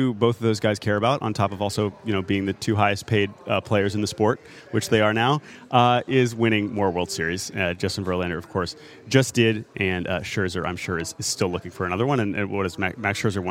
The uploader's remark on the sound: live from the Winter Meetings in San Diego